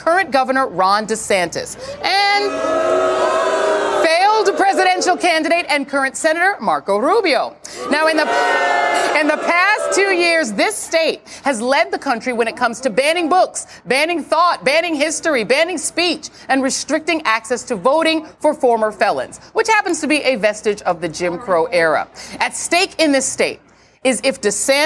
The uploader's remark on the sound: a live broadcast from the Hall on the Yard in Orlando, Florida